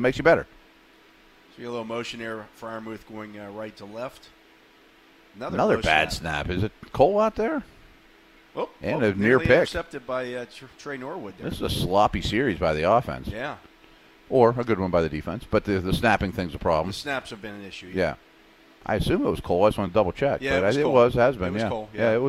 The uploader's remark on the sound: broadcast live from Chuck Noll Stadium as the Steelers take the field for a wet practice